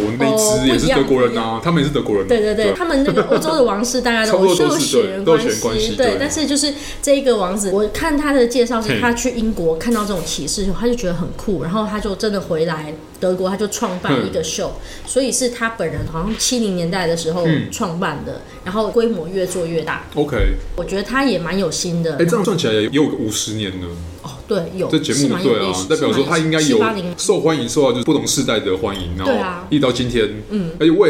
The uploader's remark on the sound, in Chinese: 本集白噪音指數：蚊風級 1/5。錄音地點： The Gathering Cafe 齊客咖啡。